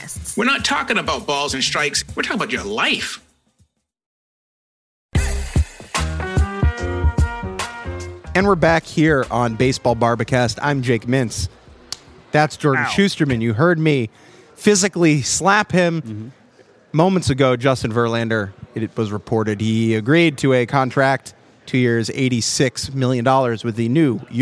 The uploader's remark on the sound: live from the Winter Meetings in San Diego